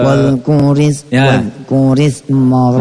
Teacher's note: Wadzkurisma rabbika wa tabattal. Ri-nya tipis, ro-nya tebal. · Term: ro tebal